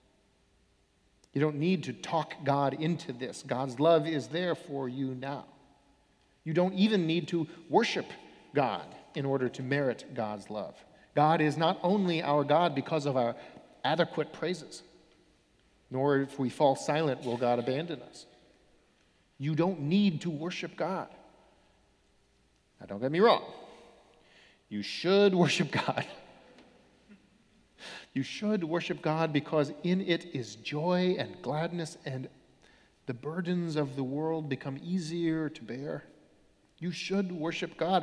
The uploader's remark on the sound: Sermons from Old South Church in Boston